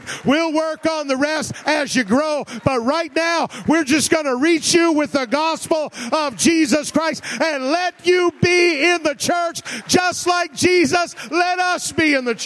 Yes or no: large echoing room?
yes